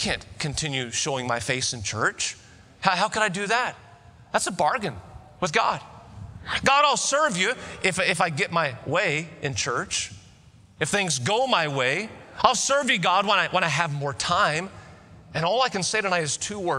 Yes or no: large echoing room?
yes